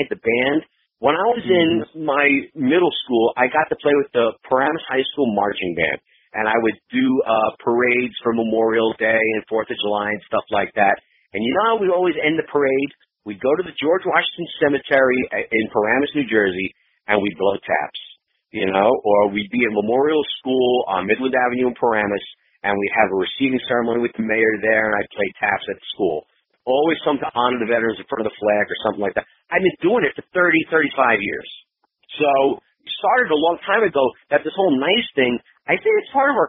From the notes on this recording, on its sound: We jumped on the phone